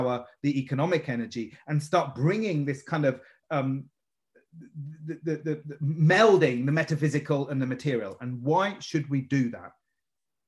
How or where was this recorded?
video call